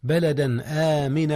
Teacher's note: جاء الإظهار هنا يا أستاذنا قبل الهمزة وهي من أحرف الحلق